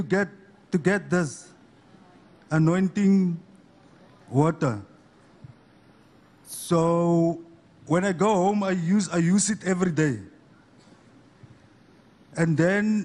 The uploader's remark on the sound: Sunday Live Service 21/05/17 | ECG CHURCH